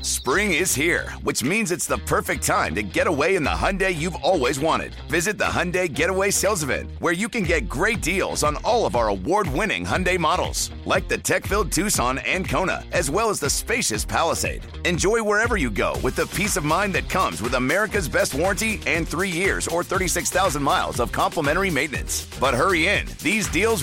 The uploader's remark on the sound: takes these questions to the phone lines and lets the listeners offer their thoughts